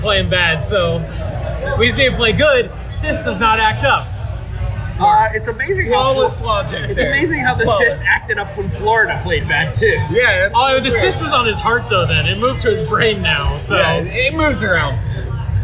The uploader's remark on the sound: The audio quality is pretty poor, but hopefully this is entertaining as we were all a few drinks in.